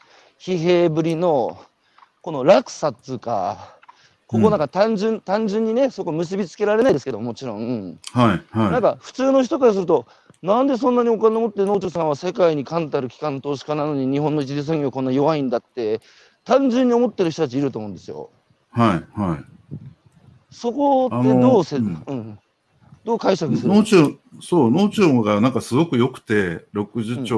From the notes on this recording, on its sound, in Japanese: 歩くラジオ。歩きながら1時間、対談する。